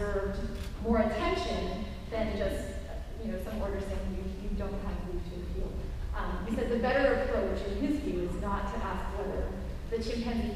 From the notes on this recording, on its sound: Records live at San Diego Comic Con Special Edition!